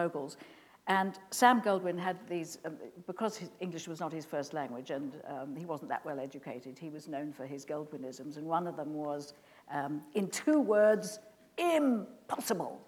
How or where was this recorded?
live audience